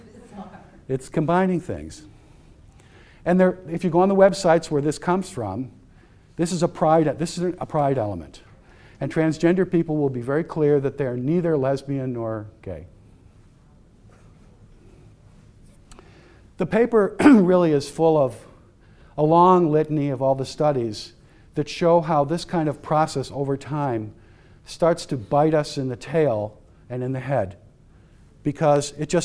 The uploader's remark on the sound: Lecture was a part of the Society of Catholic Social Scientists Conference.